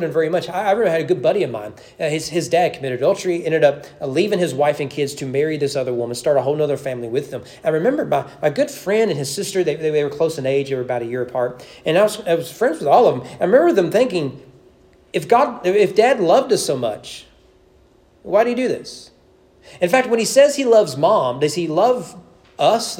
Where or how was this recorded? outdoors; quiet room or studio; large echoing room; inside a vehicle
large echoing room